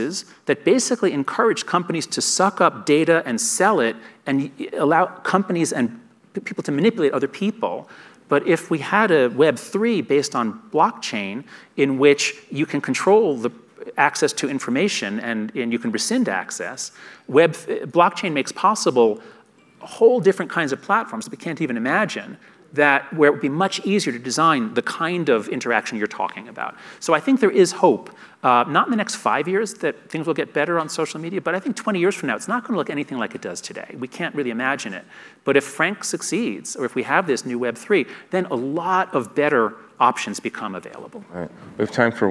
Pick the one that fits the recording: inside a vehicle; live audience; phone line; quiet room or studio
live audience